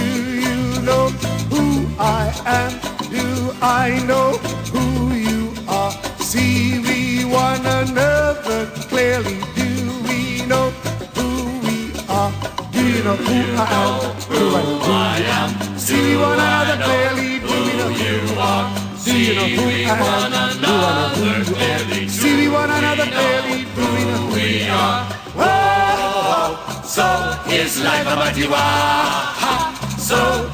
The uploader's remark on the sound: This episode was recorded at The Temple of Boom in the Vineyard, Knoxville using a ipad 4th generation with Algoriddim's DJay Pro and a Pioneer Rev-1 dj Controller. Additional editing and vocals added using Audacity Freeware for Noncommercial use.